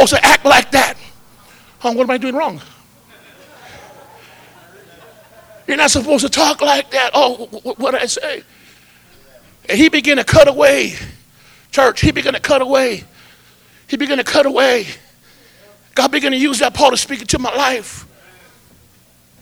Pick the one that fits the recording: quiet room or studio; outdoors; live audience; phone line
live audience